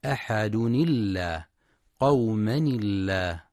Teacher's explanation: ترقق لام لفظ الجلالة الله إذا سبقت بتنوين · Term: الترقيق